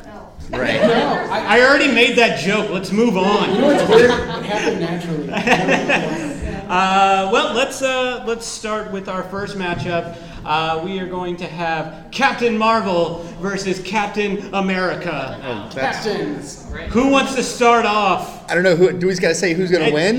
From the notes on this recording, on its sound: our first panel at Phoenix Comic Fest 2018